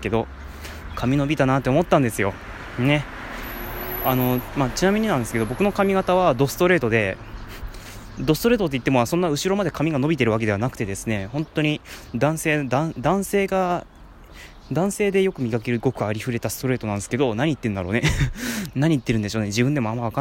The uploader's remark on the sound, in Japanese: おさんぽしよ。＠とある公園。